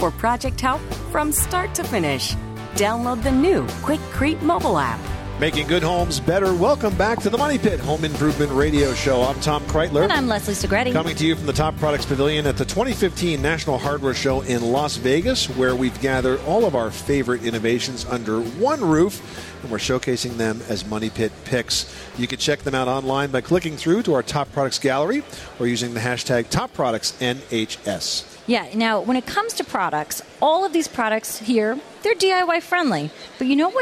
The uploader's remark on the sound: The Money Pit Broadcasts from the Top Products Pavilion at the 2015 National Hardware Show